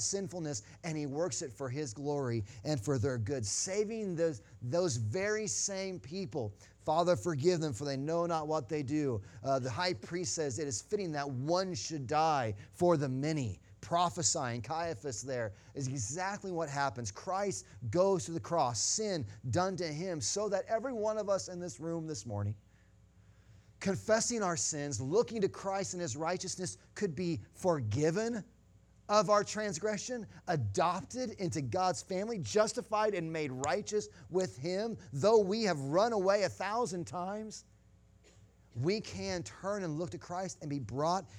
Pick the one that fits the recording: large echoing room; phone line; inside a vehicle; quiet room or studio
large echoing room